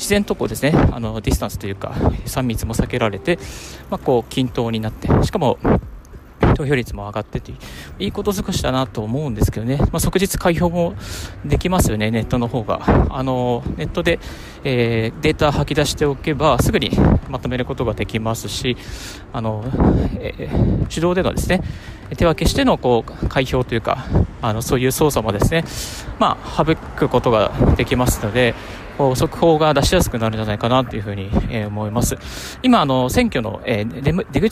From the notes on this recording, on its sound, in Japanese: 歩きながらラジオ配信